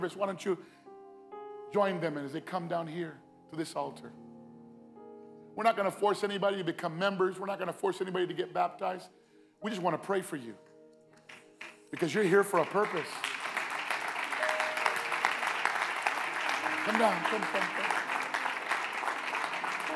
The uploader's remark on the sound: Recorded live at Phoenix First Apostolic Church.